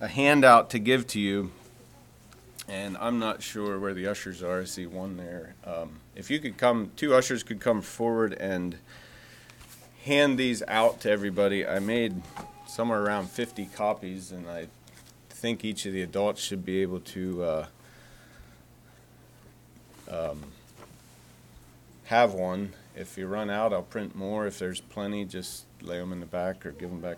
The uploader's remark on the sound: Message preached at Word of Hope Mennonite Church